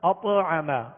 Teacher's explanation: آواز لوٹتی آئے گی، آواز میں جنبش پیدا ہوگی · Term: قلقلہ